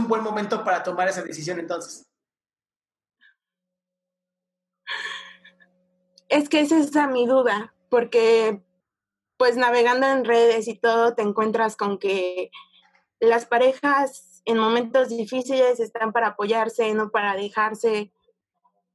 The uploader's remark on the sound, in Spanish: el fragmento de mi programa pregúntame en zoom